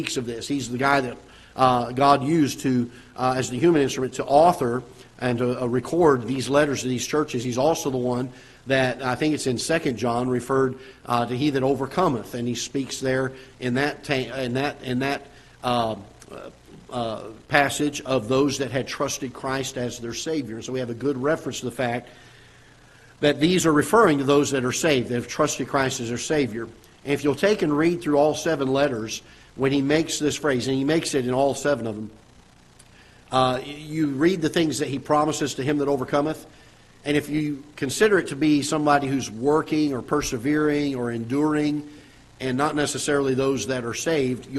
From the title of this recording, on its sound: Ketha Heights Baptist Church ~ Live Broadcast